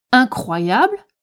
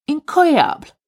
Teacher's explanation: They will change the pronunciation of it to make the R sound softer, disappearing, a bit like an English pronunciation · Shown in: second take · So, instead of saying French style incroyable, incredible, they would say something sounding like incroyable, incredible.